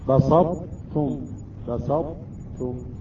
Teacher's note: الإدغام ليس بالكامل، يعني الطاء يبقى لها أثر وهو صفة الإطباق